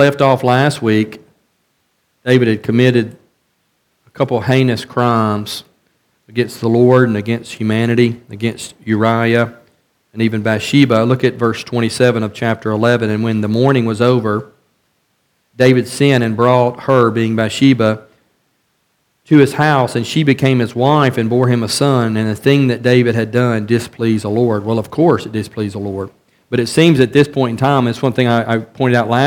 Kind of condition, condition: setting, large echoing room